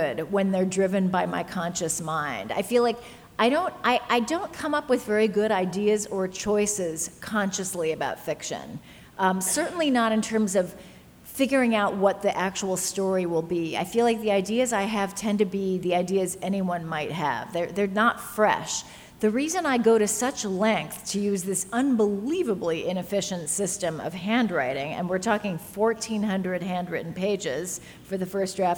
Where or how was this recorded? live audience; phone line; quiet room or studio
live audience